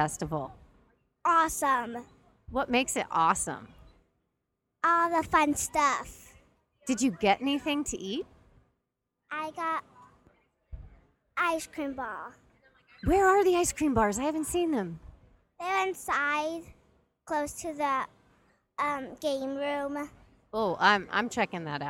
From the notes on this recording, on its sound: Voices from the Columbus, OH VeganFest! Hear from the organizer and from people who attended--kids included.